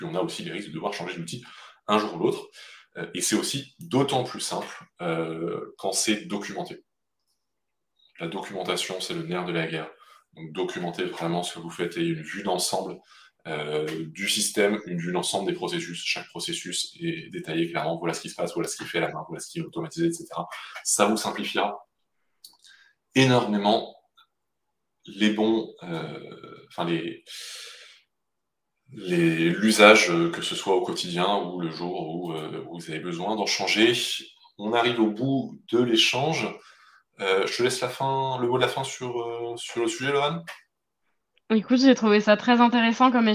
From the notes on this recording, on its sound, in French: La qualité audio étant anormalement mauvaise sur cet épisode.